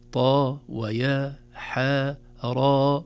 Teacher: إذن نقول طاء وليس طاء، هي حرف طاء وضاء، لكن عند نطقها في أوائل السور تحذف الهمزة يصبح حرف ثنائي مد فقط · Term: مدا طبيعيا